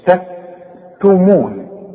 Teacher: رقق التاء اللي في النص تكتمون والميم برضه ترقق